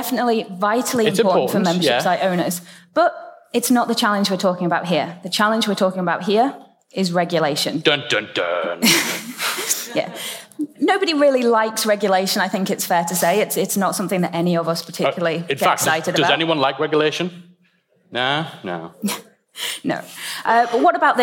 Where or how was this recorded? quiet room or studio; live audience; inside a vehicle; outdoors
live audience